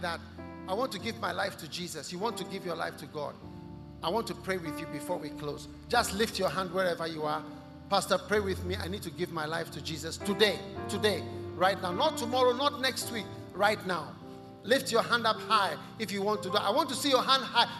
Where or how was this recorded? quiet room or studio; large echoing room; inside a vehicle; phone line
large echoing room